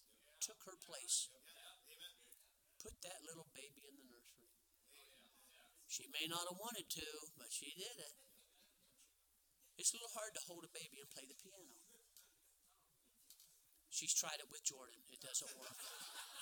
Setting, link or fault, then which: setting, large echoing room